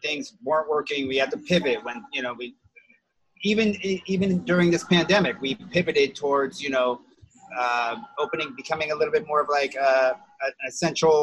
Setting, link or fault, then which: link, video call